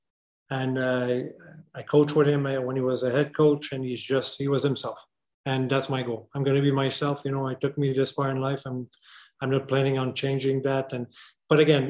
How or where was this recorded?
video call